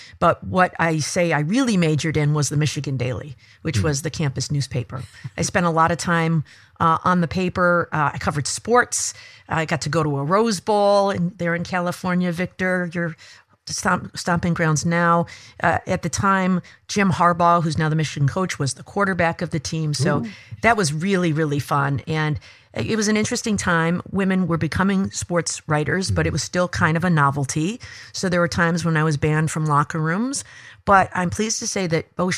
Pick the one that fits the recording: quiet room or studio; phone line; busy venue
quiet room or studio